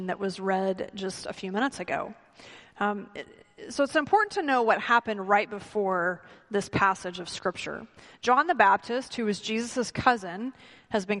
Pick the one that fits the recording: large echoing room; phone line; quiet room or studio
large echoing room